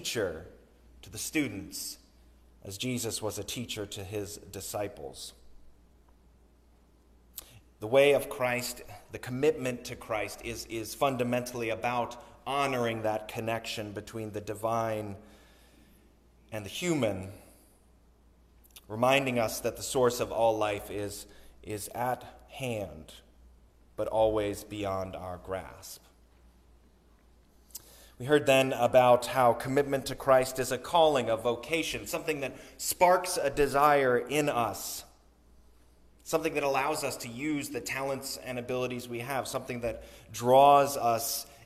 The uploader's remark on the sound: Sermon recorded on Sunday, January 29, 2023.